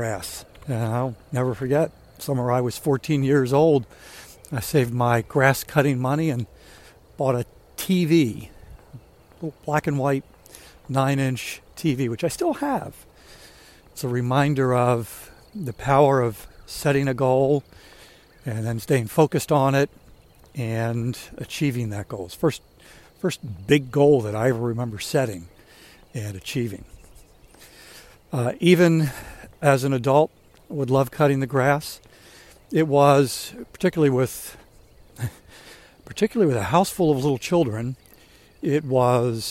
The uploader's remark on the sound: During today's ten-minute walk.